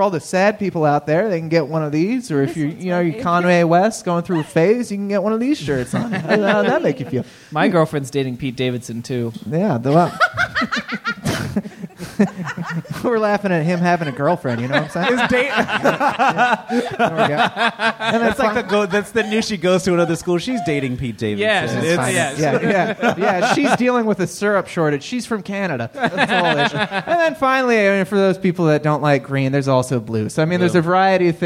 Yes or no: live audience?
yes